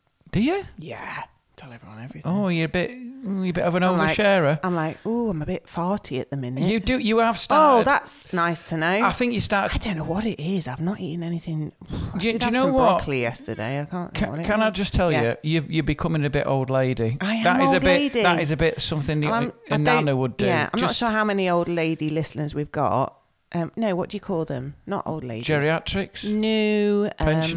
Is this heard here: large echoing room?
no